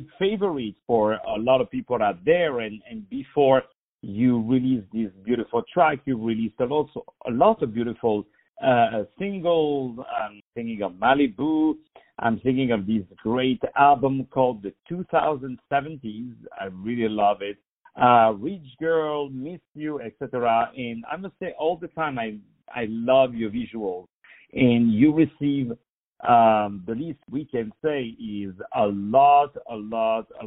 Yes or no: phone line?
yes